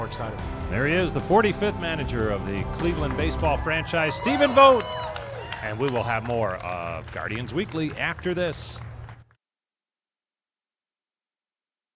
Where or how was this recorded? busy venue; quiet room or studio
busy venue